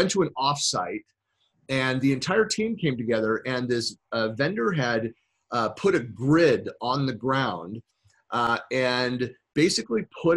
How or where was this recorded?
video call